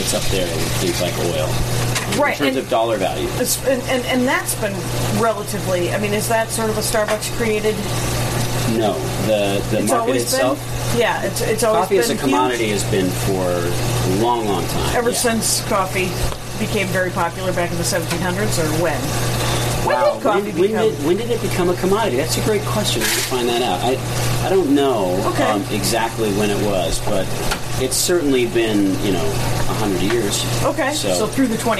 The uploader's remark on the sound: Dork Expedition to Atlas Coffee, Seattle. It might be loud, but it’s awesome. Because of the guerilla nature of the taping, there is background noise. It should be able to be done better with other equipment. Try to hear the waitress’s political opinion in the background.